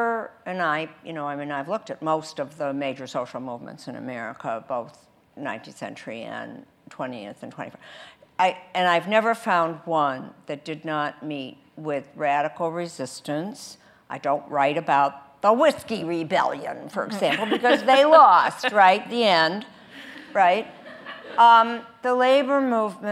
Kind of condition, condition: setting, live audience